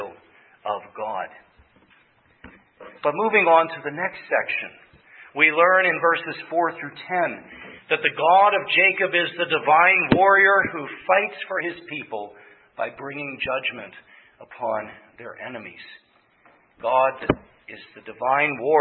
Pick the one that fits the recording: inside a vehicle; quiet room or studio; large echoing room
large echoing room